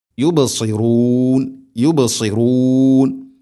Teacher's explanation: യുബ് ബാഇന ഖൽഖല ചെയ്യണം, അഥവാ കേൾക്കണം